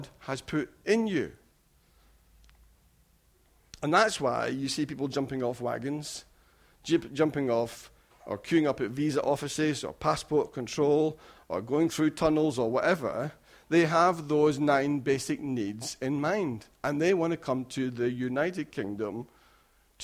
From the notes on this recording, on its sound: Recorded at freedomcentre church, Preston